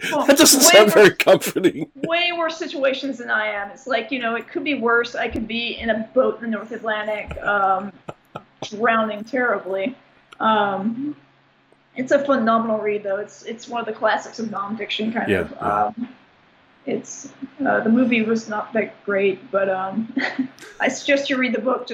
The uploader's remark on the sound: fires up Skype and calls sunny New York